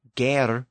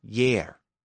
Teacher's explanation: the hard G sound sometimes softened to a Y sound in Old English. So ger became yer.